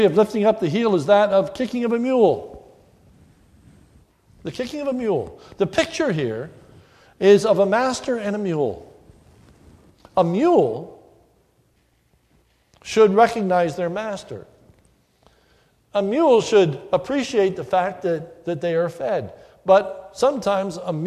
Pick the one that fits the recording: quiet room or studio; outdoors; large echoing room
large echoing room